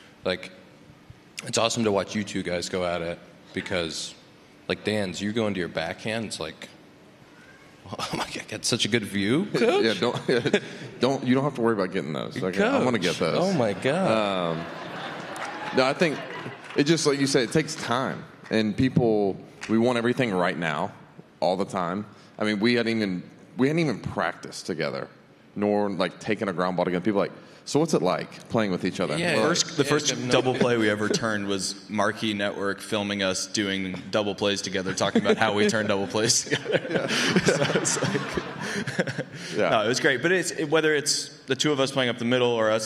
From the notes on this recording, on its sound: The Compound LIVE from CubsCon! The second annual Compound Live from Chicago with many special guests.